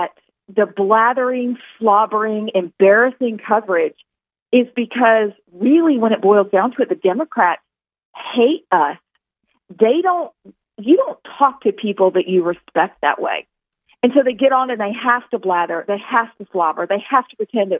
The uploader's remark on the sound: called into the show for an interview